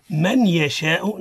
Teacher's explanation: النون عند الياء حكمها الإدغام بغنة هكذا تقرأ